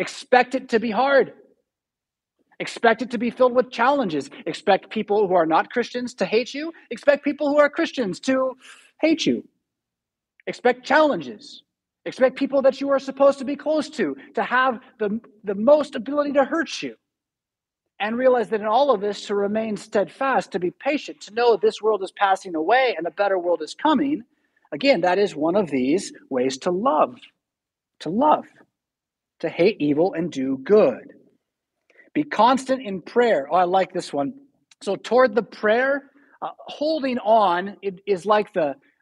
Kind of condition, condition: setting, large echoing room